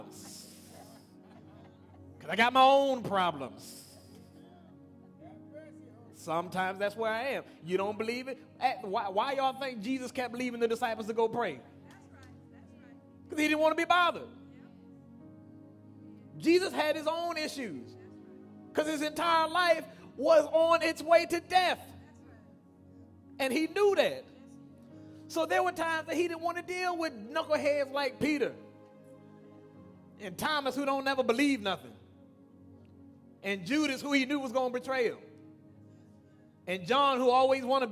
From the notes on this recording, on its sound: Broadcast Ministry of First Antioch Baptist Church.